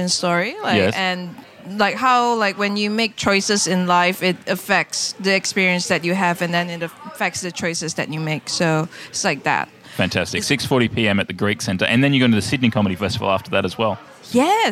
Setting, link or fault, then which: setting, busy venue